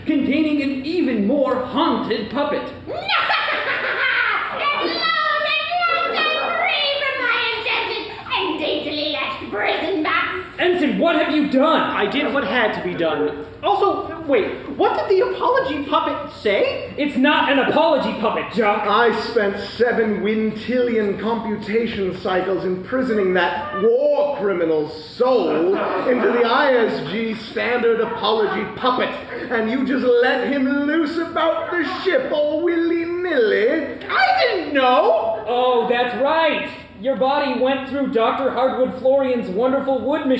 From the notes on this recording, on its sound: The live audience at Tacoma Little Theatre gets to choose the fate of our heroes. Live recording of SPACIES!